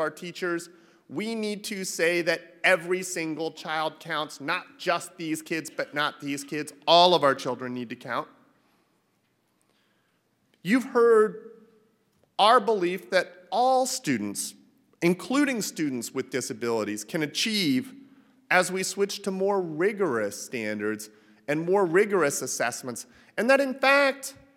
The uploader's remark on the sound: opening remarks at the SPED Conference and Joint RTI Summit